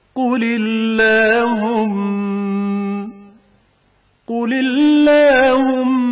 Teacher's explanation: اللہم کا لام ترقیق کے ساتھ پڑھا جائے گا کیونکہ اس سے پہلے زیر ہے